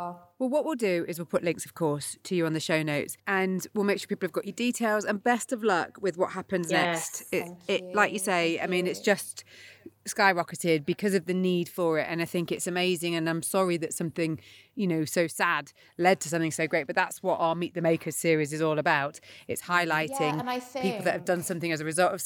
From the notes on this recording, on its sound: She managed to sneak in an interview with us whilst sat on the floor outside the toilets in Pret!